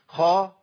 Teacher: هتلاقي لسان ارتفع من ورا من الخلف · Term: استعلاء